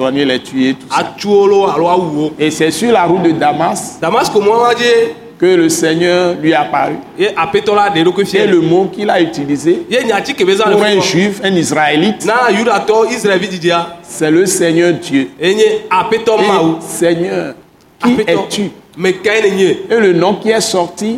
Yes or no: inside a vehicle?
no